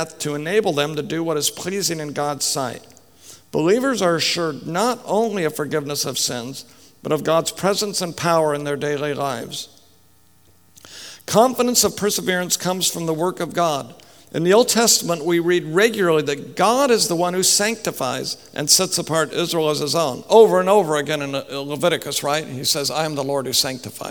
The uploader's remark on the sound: Speaks at the 2015 RTS Jackson Biblical Theology Conference.